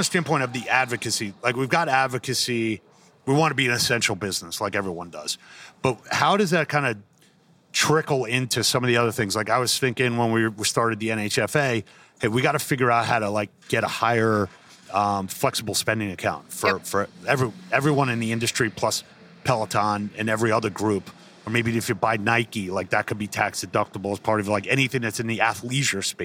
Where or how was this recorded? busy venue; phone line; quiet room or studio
busy venue